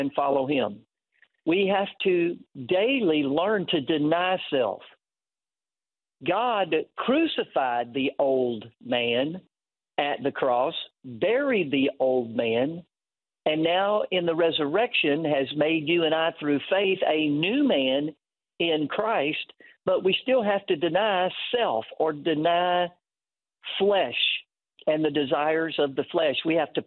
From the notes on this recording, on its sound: The Truth & Liberty Live Call-In Show.